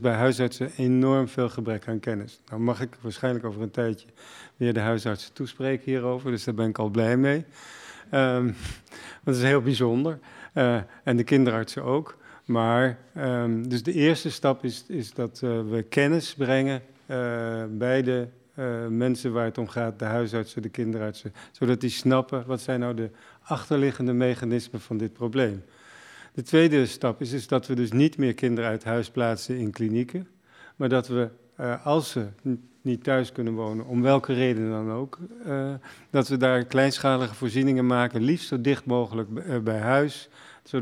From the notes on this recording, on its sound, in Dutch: We zijn live vanuit theater Frascati in Amsterdam. Een bijzondere locatie voor een bijzondere aflevering, in samenwerking met Frascati dat in corona tijden met hun 'Radio Futura' hun visie op kunst en de wereld de lucht in gooit.